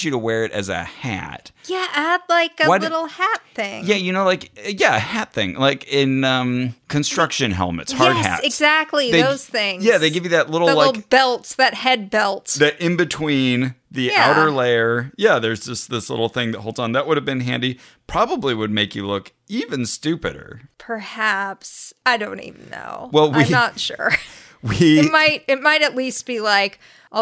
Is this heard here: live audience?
no